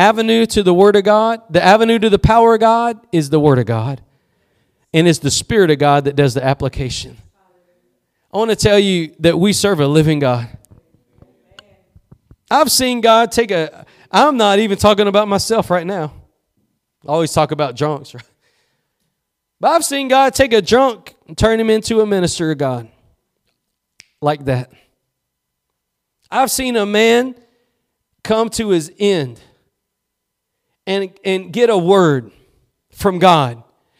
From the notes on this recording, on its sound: Preached at Gospel Lighthouse in Bossier City, La.